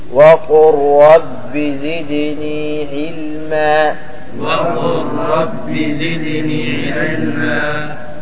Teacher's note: إدغام كامل، إدغام كامل ليس ناقص، لأنه بدون غنة